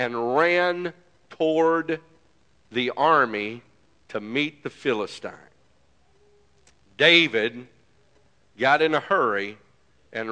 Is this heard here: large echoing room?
yes